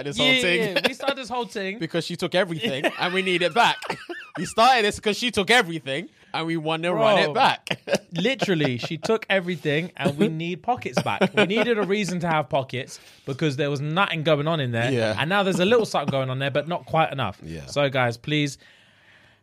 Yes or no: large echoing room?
no